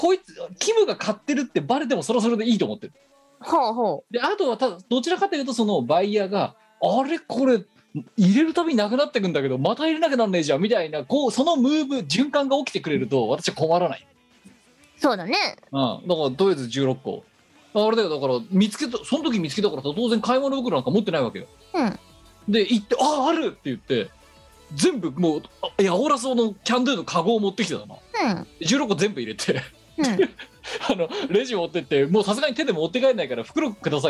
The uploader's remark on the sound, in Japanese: 本番組はリモート収録です。収録時環境の影響により、聴き取り辛い部分があります。収録時環境の問題により、一部会話が特に聴き取り辛くなっております。途中で激しくノイズ等入りますが、収録時のものです。